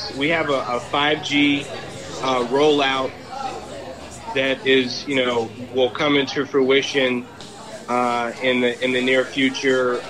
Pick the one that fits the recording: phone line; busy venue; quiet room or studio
busy venue